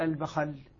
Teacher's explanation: حمزة والكسائي يفتحون كليهما، يفتحون الباء ويفتحون الخاء، وهذا معنى قوله فتح سكون الخاء ساكنة والباء مضمومة نفتحهما فيقول البخل لحمزة الناس بالبخل.